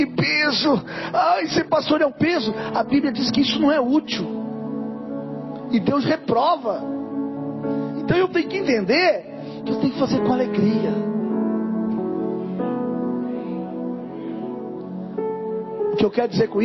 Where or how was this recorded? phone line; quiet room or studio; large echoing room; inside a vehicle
large echoing room